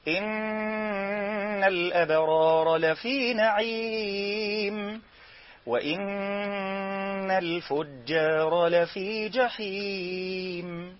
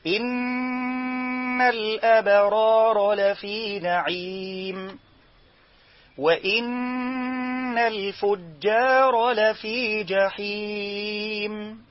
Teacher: فلما تقول لي إن كده انت استخدمت الخلاط، جبت النون والميم ضربتهم في بعض، معرفتنيش ده ايه. بل الصواب ان تجعل تجافيا بين الشفتين عند نطق النون المشددة · Shown in: second take